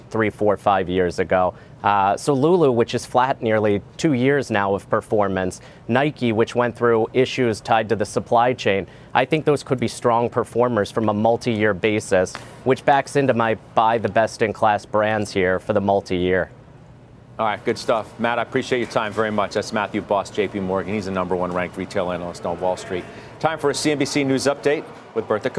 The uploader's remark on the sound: live from the New York Stock Exchange